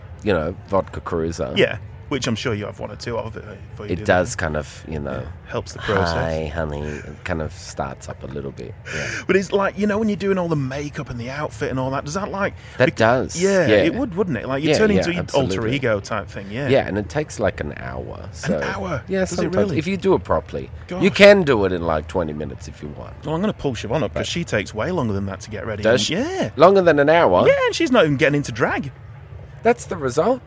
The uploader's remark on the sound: interview at the Adelaide Fringe!